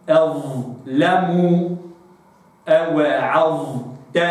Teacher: تأتي الظاء ساكنة في وصل الكلام أستكمل رخاوتها